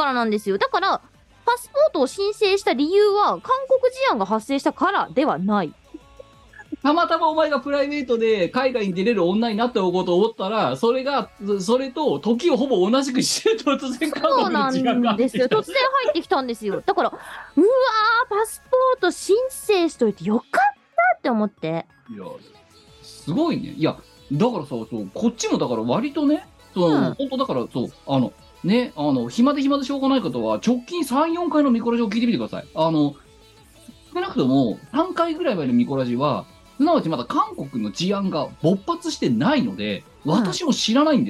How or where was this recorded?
video call